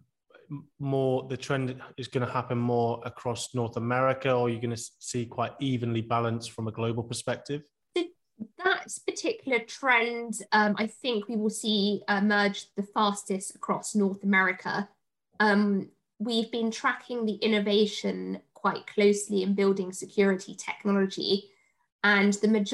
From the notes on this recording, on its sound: Live Webinar. In our live Q&A we answer the audience's questions on the topic.